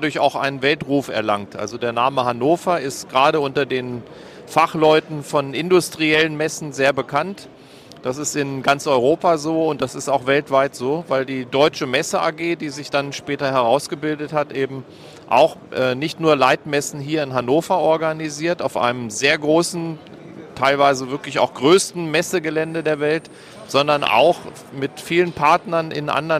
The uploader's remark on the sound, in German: Live Interview auf Hannover Messe 2023